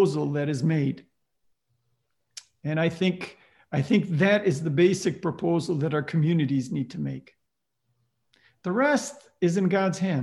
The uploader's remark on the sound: Presented by the Lumen Christi Institute, the Godbearer Institute, and the Collegium Institute. Originally delivered as a live web event.